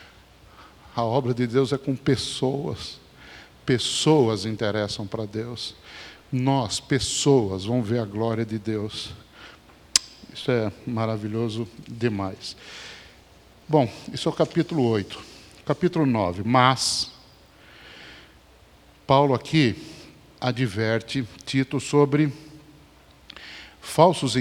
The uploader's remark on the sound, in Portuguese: Mensagem gravada na Igreja Batista Jardim Minesota